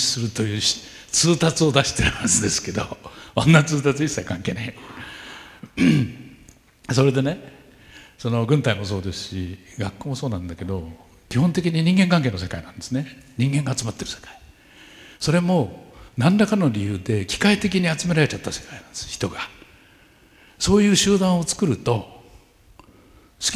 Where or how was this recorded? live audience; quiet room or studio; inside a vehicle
live audience